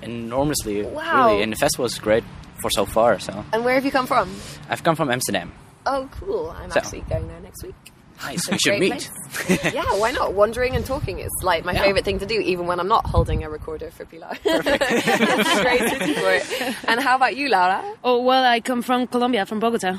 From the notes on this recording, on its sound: roving reporter for this year’s London Screenwriters’ Festival